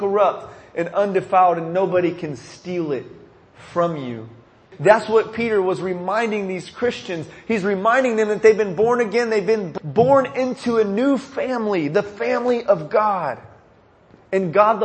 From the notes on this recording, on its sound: This sermon was recorded at the chapel service at Dallas Life Foundation.